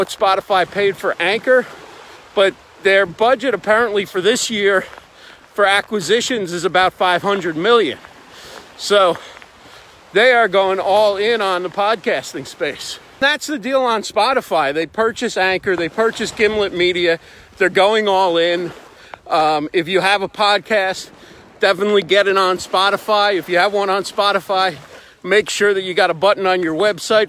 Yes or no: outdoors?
yes